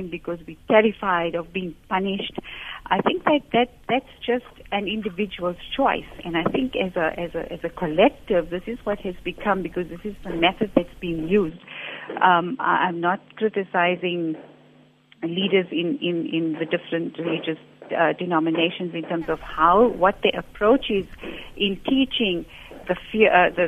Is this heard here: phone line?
yes